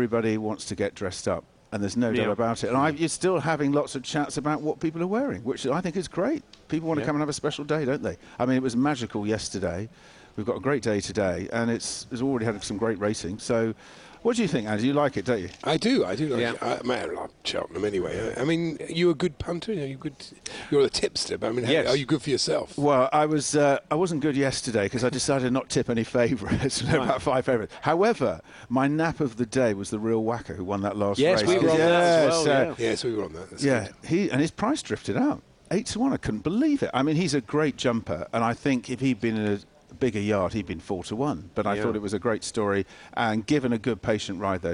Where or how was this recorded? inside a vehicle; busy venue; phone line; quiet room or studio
busy venue